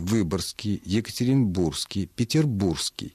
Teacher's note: «г», оглушаясь до «к», в конце концов, оказавшись между двумя согласными, просто выпадает. Оно оказывается в середине довольно длинной группы согласных.